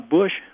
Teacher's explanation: A Bush sound has what we call a high back vowel.